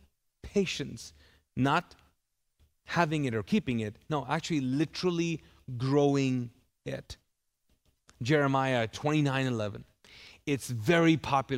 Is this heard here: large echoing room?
yes